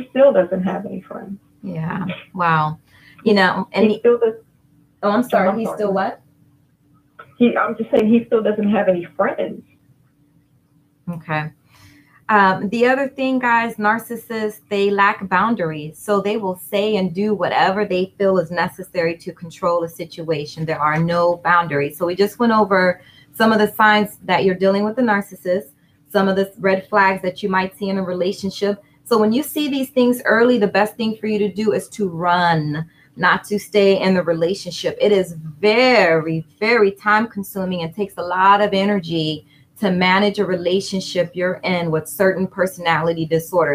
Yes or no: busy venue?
no